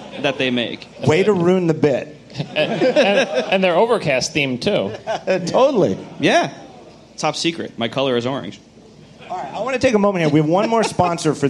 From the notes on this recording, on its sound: Live From WWDC 2014